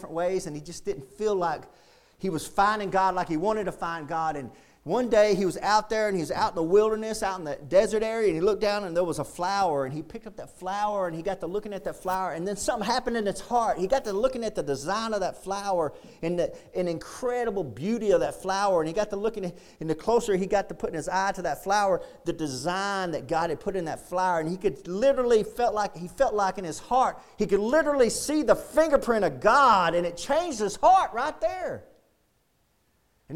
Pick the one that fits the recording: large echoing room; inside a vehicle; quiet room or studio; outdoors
large echoing room